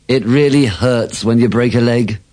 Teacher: remember to pronounce the OU in you with the schwa